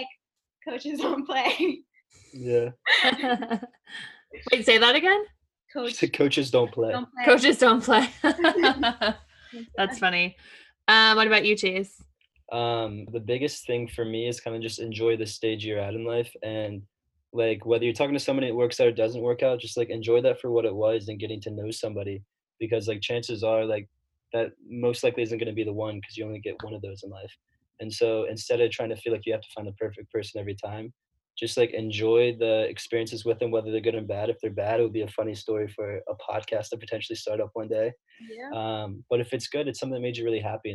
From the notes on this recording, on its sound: the first Zoom date on the pod